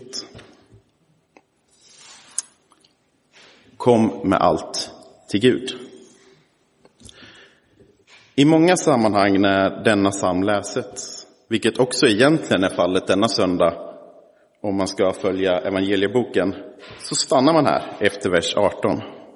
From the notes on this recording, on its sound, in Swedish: Inspelad i Roseniuskyrkan den 19 november 2023.